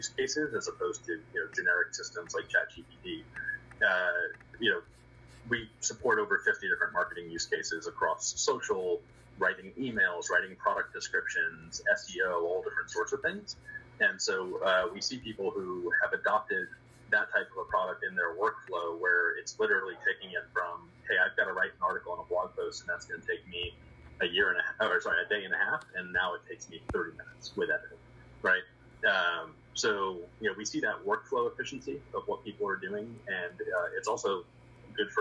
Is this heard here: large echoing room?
no